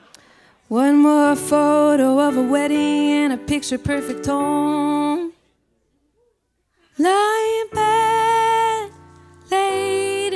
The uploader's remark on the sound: Live show taping at Bowery Ballroom, New York City